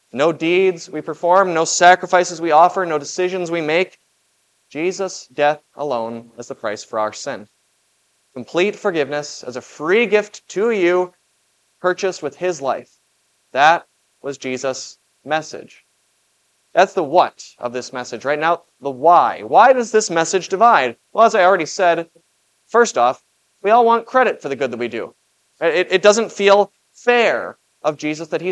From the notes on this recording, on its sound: Was preached at Grace of God Lutheran on June 25, 2023. This Sunday sermon, based on Matthew 10:32-39, was preached at Grace of God Lutheran.